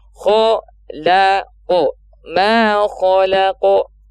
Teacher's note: Jangan terbawa dengan kho atau kof. Karena kho dan kof tebal. Lam tipis.